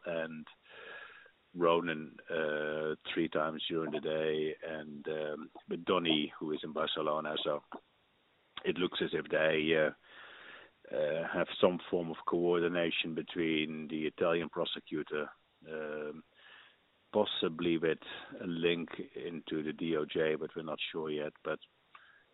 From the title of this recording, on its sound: Full phone call